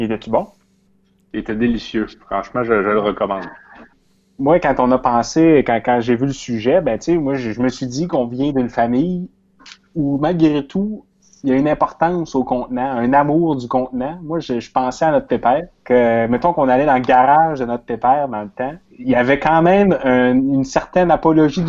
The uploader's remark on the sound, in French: Enregistré sur appel vocal Facebook